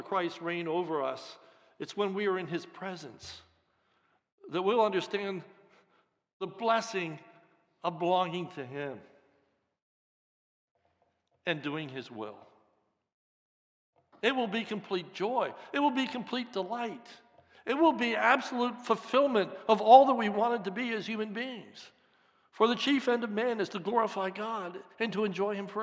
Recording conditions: large echoing room